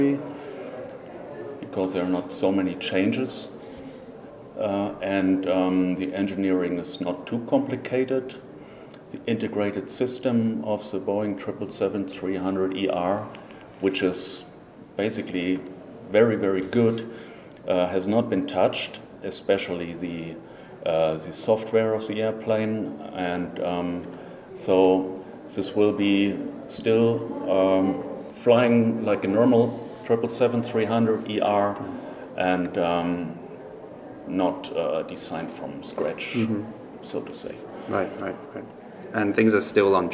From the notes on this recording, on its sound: live from Cargo Facts EMEA 2024 in Amsterdam